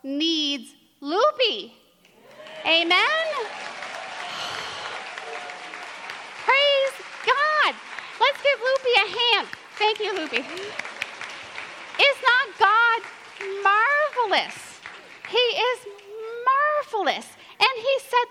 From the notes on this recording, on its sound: given at the 17th Magnificat International Leaders Conference in Pittsburgh, PA in October 2023